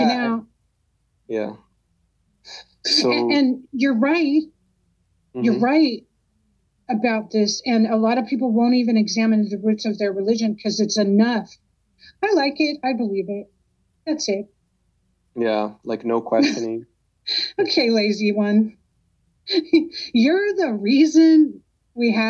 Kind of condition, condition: link, video call